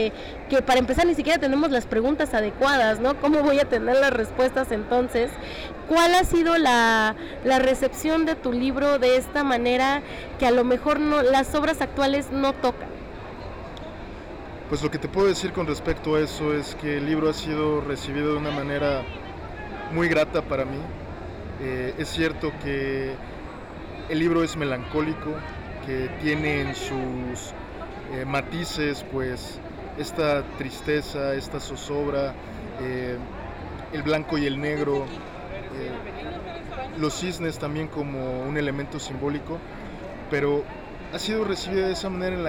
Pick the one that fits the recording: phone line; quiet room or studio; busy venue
busy venue